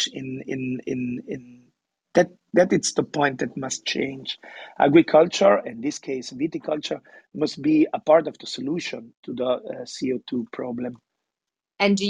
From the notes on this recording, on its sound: These sessions are recorded from Clubhouse and replayed here on the Italian Wine Podcast! These recorded sessions are then released on the podcast.